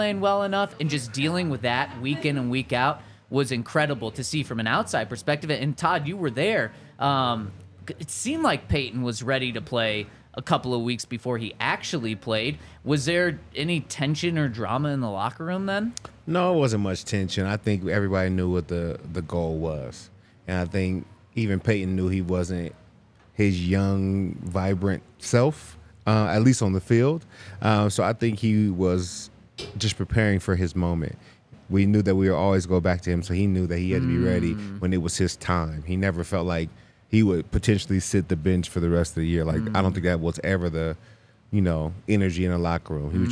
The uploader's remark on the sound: coming to you LIVE from the DNVR Bar